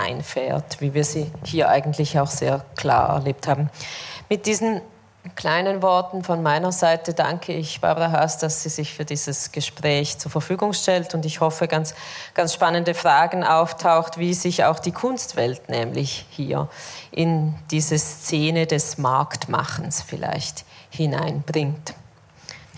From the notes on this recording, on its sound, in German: Live-Podcast aus dem Grazer Kunsthaus. Wurde der erste Live-Podcast von "fair&female" aufgezeichnet.